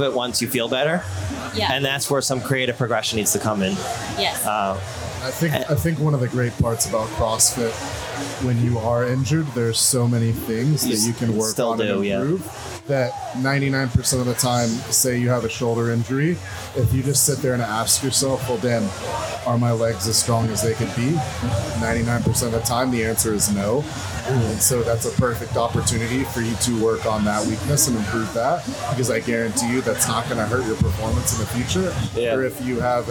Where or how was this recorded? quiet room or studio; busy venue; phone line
busy venue